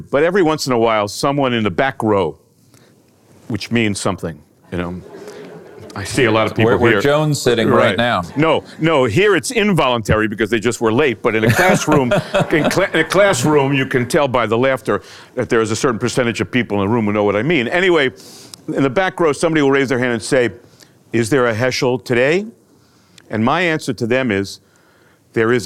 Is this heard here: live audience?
yes